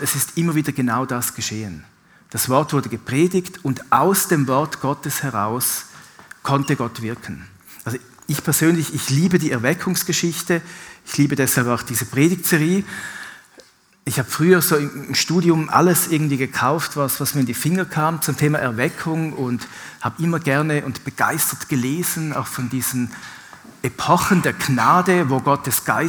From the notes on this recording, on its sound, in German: Live aus Winterthur der Dienstagsgottesdienst